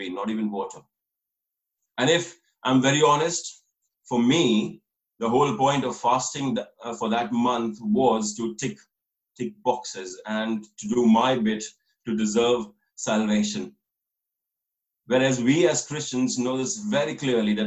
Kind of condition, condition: link, video call